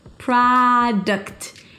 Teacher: The primary stress is on the first syllable, pra. There is no o, so it's not product, but an open ah sound. Product. Think of it as the devil wears Prada. · IPA: ˈpɹɑːdəkt